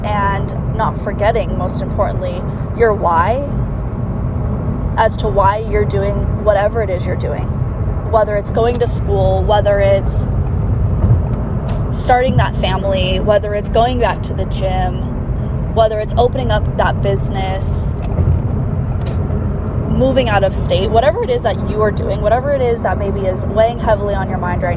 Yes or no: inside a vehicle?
yes